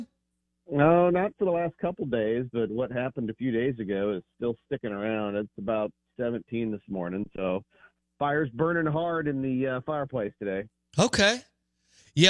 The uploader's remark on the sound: Joins the show on the Farm Bureau guest line talking bout the best graded coaches live in the BankPlus Studio.